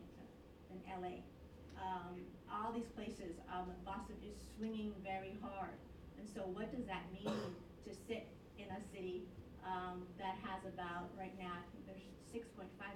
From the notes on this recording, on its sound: full audio version of the November 20th, 2014 Harvard Kennedy School event